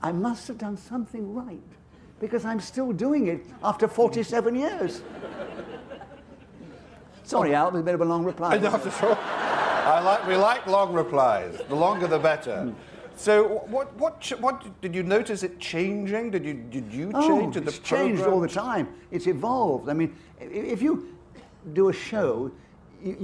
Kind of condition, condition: setting, live audience